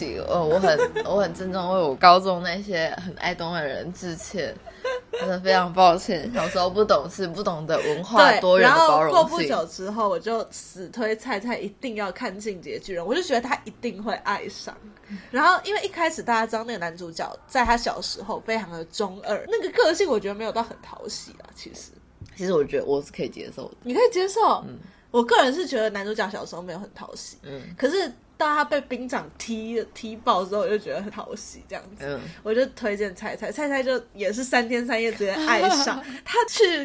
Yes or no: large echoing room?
no